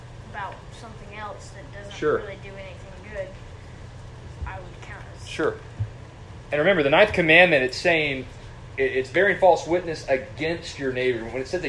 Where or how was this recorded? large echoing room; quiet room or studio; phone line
large echoing room